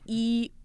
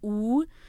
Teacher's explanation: E is very front in the mouth and oo is very back in the mouth